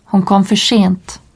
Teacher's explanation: Dans le centre et le nord de la Suède, le S est assimilé au R dans le groupe ou la combinaison R-S et devient rétroflexe.